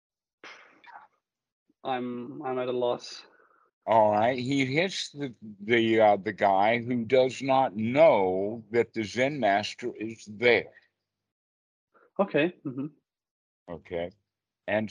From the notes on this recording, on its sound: skype calls on this channel